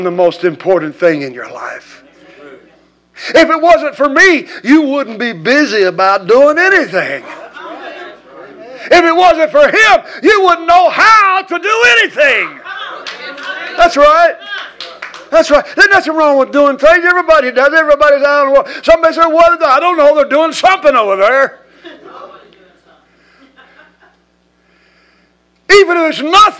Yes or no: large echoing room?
yes